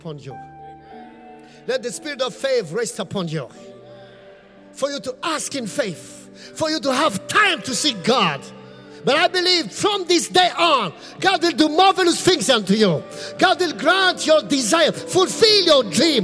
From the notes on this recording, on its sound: Preached at the Qodesh